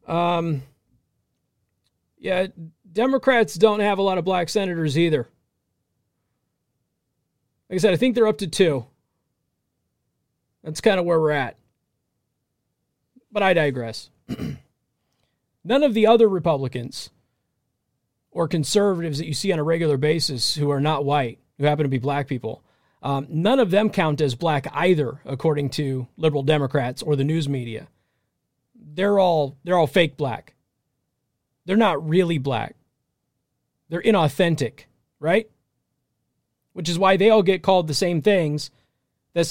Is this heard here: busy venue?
no